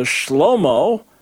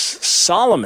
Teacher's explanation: when you have a sh sound, it becomes su. So Shlomo becomes Solomon.